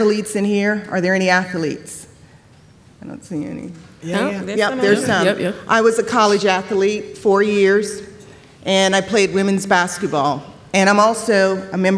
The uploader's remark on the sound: For the podcast's very first live show! Recorded before an audience of 1,200 incoming students at Southern Connecticut State University in New Haven. Plus, we take live questions from our engaged audience!